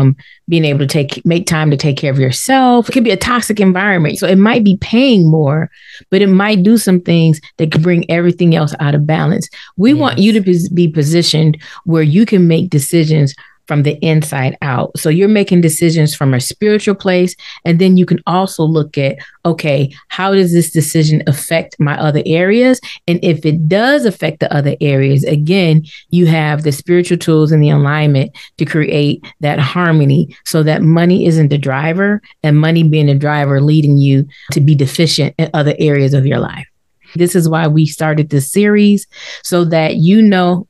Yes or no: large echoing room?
no